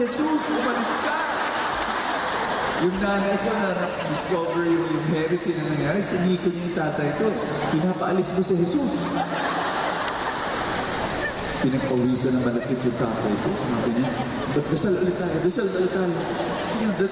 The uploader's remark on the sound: This talk was recorded from Rizal Grand Feast 2016